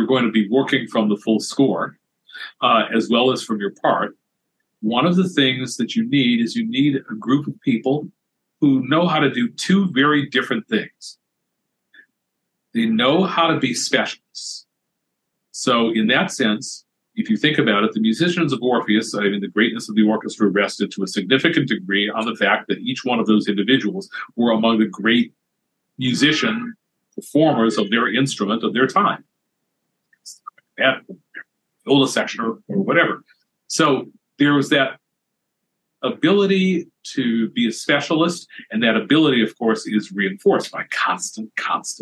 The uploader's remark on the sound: We recorded this episode via Zoom. Before the talk, he lost his voice. To spare his voice and energy, we stopped the recording at a certain point.